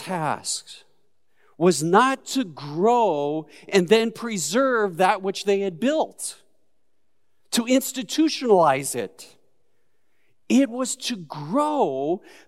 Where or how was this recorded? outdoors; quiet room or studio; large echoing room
large echoing room